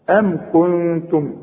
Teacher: النون بقى ديت هنغنها لأنها بعدها تاء، والتاء من حروف الإخفاء